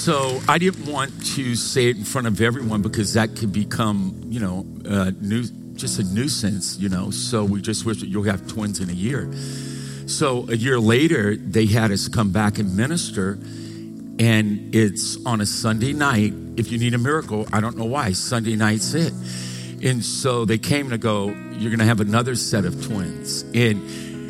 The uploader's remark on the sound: Recorded live from Capital Church, Meridian, Idaho